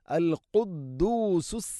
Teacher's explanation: ഖാഫ്, തൊണ്ടയുടെ മുഗൾ ഭാഗവും കഴിഞ്ഞ് ചെറുനാക്ക്